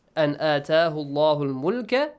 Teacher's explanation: Anatahu Allahul Mulk, or anata nun sakin plus hamza. It's rule izhar. You don't need to change anything. Yes, just clearly pronounce the letter nun.